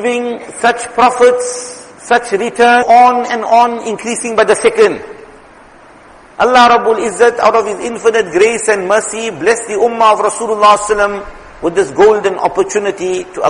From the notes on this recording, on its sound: Jumuah lecture